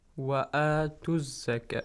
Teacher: you should skip that long vowel, yeah? Change it to one count vowel sound.